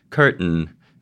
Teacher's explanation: What is typically done in pronunciation of English is something that's called a nasal plosion. Curtain. And some Rhode Islanders, not all, glottalize the nasal plosion.